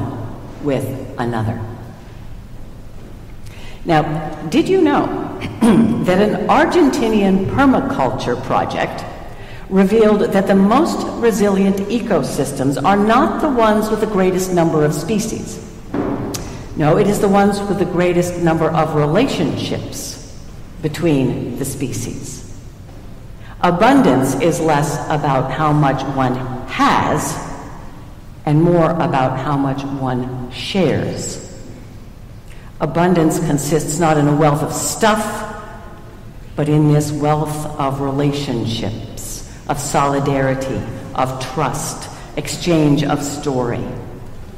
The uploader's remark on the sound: Recorded at Trinity Church, Princeton NJ.